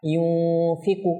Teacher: তাহলে এখানেও দেখুন এটা কফ এটা কাফ, ইউনফিকু কাইফা ইউনফিকু, এই নুন সাকিনের পর দেখেন ফার্স্ট এসেছেন, এখানে কি হবে, এখানে ইকফা হবে, ইকফা ইকফা বলতে নাকি নেই কিছুক্ষণ রাখা, ইউনফিকু এই নুন সাকিনকে কিছুক্ষণ যে রাখতেছি নাকে এটা হচ্ছে ইকফা